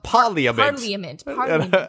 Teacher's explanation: Picard keeps pronouncing Parliament with like an extra syllable